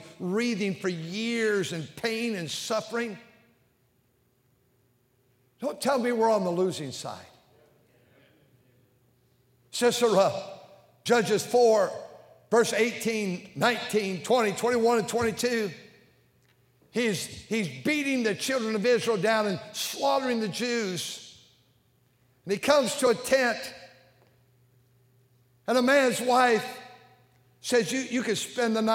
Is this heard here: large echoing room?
yes